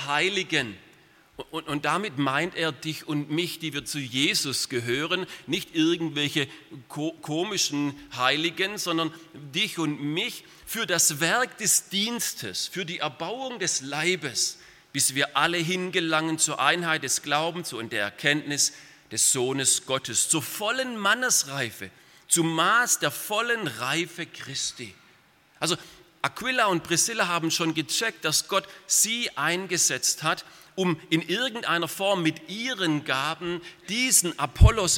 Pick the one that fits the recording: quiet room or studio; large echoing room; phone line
large echoing room